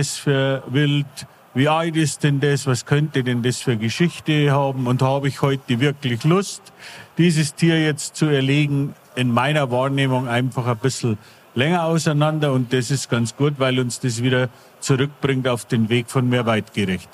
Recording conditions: busy venue